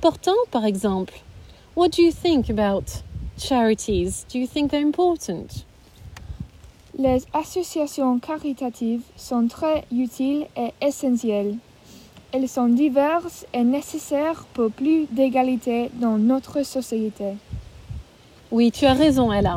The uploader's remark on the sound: happened outside (Covid 19 restrictions)